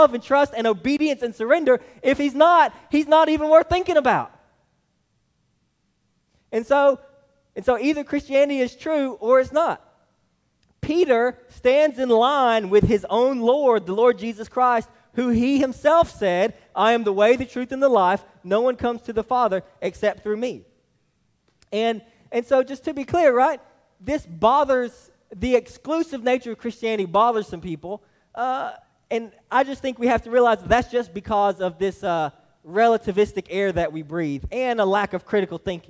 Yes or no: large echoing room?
yes